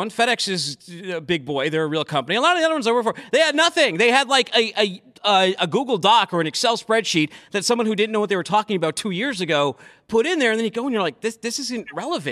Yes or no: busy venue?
yes